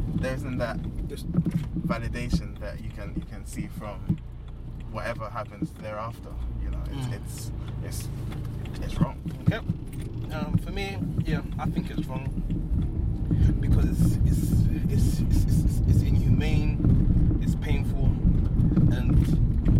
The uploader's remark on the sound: In a car!! We're recording in a car on our way to a collaborative venture.